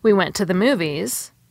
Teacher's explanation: the preposition to has a weak form that sounds like t.